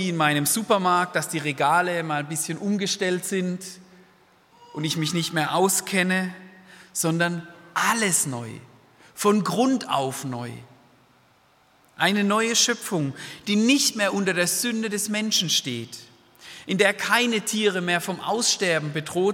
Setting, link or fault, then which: setting, large echoing room